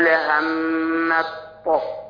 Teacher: يعني هجيب لي بعد الميم طائين، طاء ساكنه وطاء متحركه · Term: الادغام